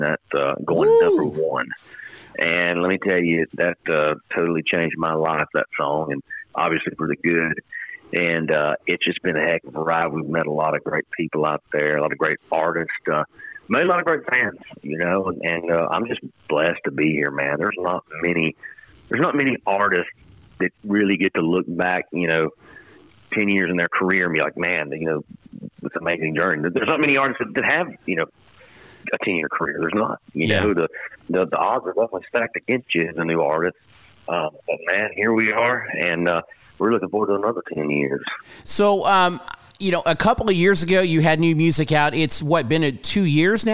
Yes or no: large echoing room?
no